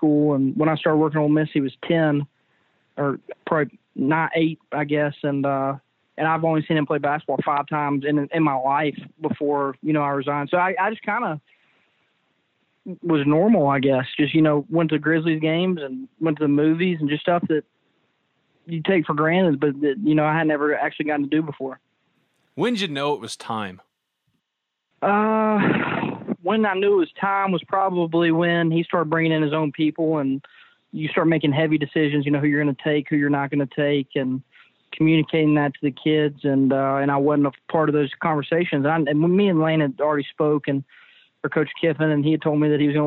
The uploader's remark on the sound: joined on the Modern Woodmen phone line